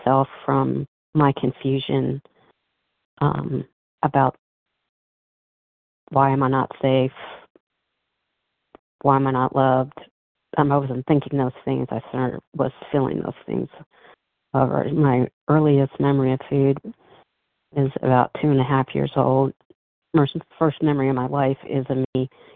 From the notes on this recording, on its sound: from the 100 Pounders Phone Meeting